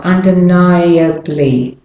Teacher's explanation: you have to do the I and the A as two separate vowels. Undeniably, or the A becomes a weak form, but you still have to put an U there.